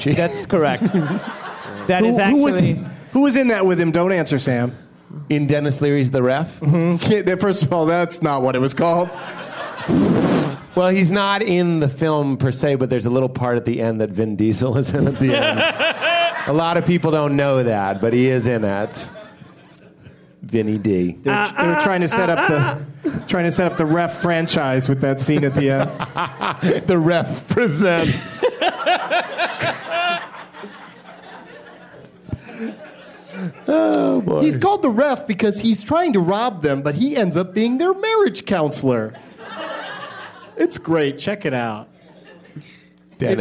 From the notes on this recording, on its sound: Live from Stage 773 at the Chicago Just For Laughs festival.